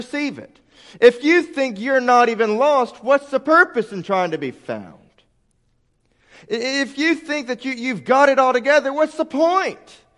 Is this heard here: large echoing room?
yes